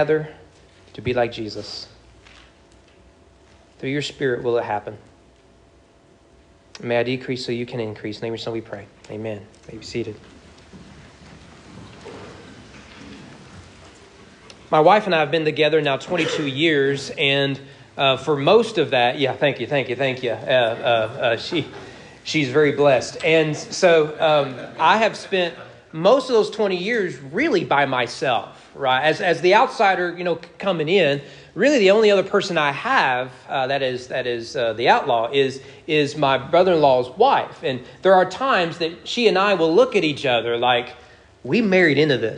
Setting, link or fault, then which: setting, large echoing room